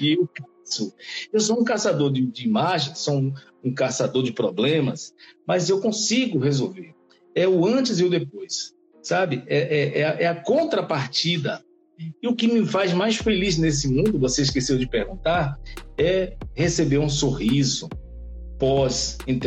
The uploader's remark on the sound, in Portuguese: Os episódios são gravados em lives do Instagram